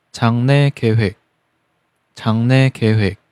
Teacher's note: 其中有辅音同化音变，第二个字变成鼻音“呢”